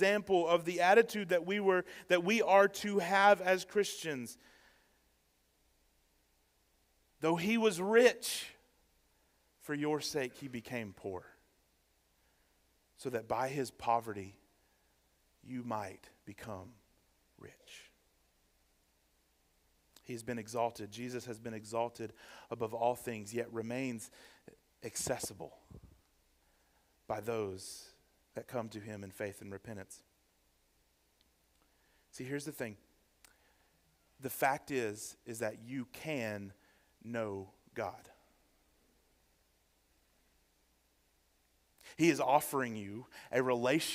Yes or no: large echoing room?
yes